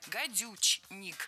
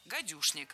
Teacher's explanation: Гадюшник пишется с ч, гадючник, но произносится с ш, гадюшник. · Shown in: second take · А вот змеюшник произносим так же, как и пишем.